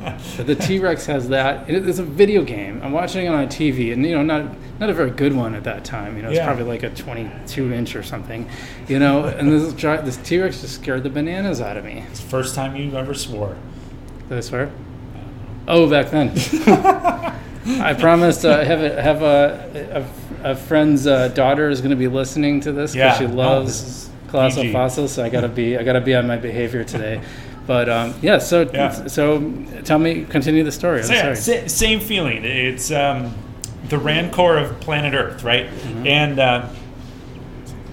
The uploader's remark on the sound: Live at Daly's.